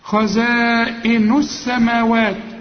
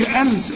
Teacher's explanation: اللام هنا شمسية بتاعت السماوات بتضغم في السين · Shown in: first take